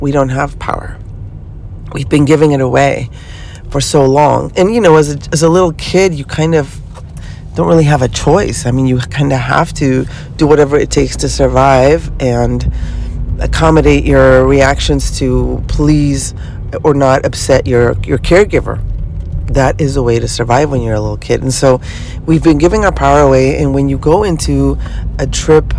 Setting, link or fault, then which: setting, inside a vehicle